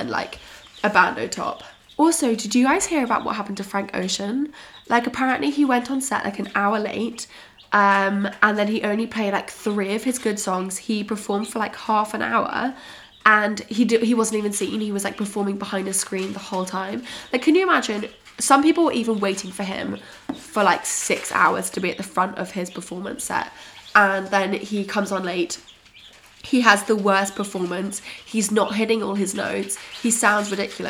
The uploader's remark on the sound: I am so sorry about the sound of the chicks in the background!!